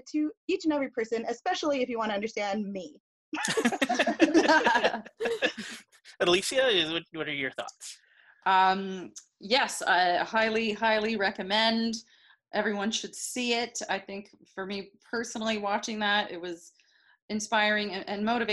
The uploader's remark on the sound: This is the first of our virtual episodes recorded over zoom so please forgive the audio quality.